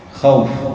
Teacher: لم يذكر وقفا آخر وهو الوقف بدون مد مثل الوصل، خوف تجعل الواو بمنزلة الحرف الصحيح والحرف الجامد الذي لا مد فيه